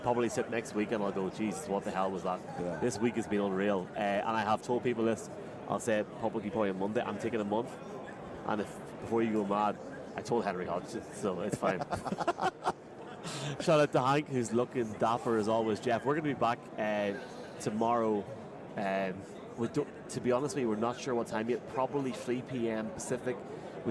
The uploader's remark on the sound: From Radio Row. Live on Radio Row.